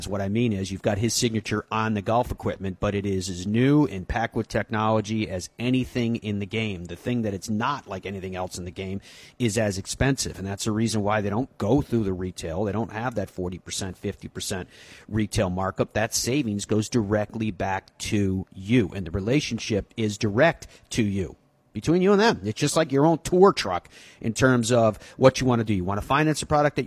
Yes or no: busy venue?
yes